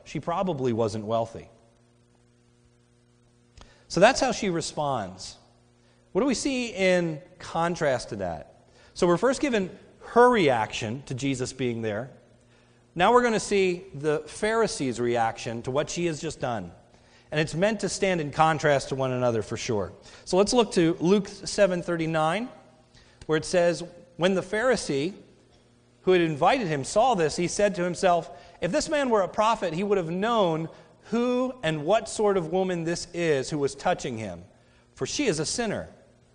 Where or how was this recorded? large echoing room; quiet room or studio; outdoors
large echoing room